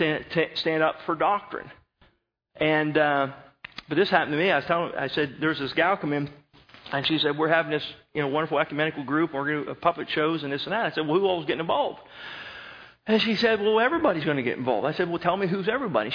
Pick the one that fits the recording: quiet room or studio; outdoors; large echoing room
large echoing room